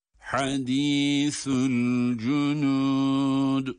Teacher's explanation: Hadisu da ha ile sa harfine dikkat ediyoruz. Ha ince ve boğazın ortasından çıkan, sa ise peltek okunan harf.